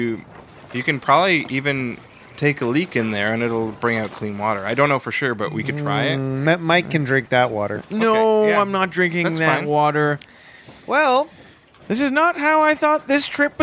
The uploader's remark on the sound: Live From A Boat. Are podcasting from the deck of a luxurious 40-foot yacht!